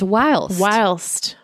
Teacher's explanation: British and Australian English is pronounced whilst with a long I. If you were actually saying the archaic whilst, which does have a short I, my apologies, and let's pretend this email never happened.